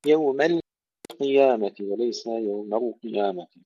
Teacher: تحقيق اللام وقد جاورت القاف المفخمة